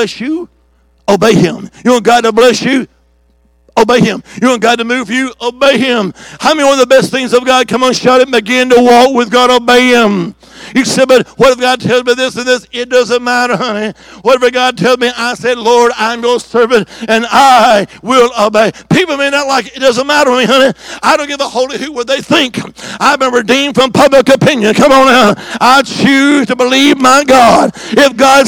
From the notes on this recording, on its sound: On June 25th, 2023 at Shady Oaks Assembly of God. Monday evening service.